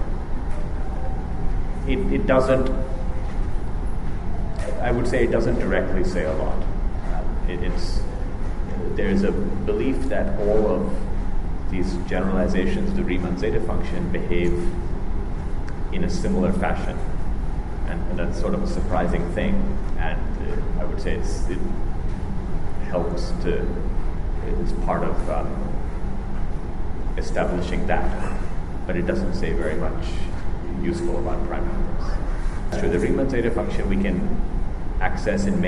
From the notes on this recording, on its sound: Recorded in Rio the day after the prizes were awarded. Hear what they had to say at a press conference.